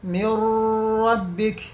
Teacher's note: يدغم النون مع اللام والراء بغنة · Term: إدغام ناقص